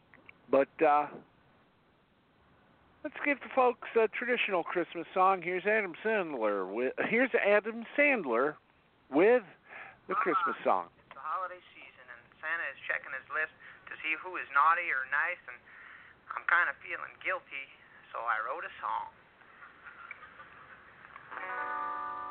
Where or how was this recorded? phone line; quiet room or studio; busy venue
phone line